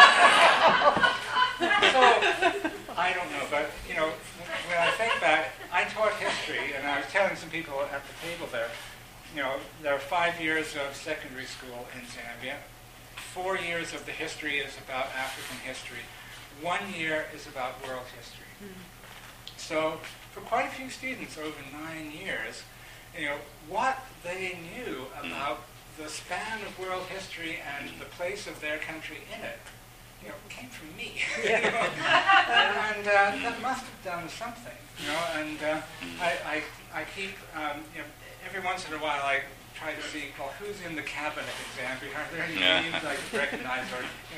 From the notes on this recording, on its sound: This podcast was recorded during CUSO-VSO's 50th Anniversary Kick-off celebrations in Victoria, BC.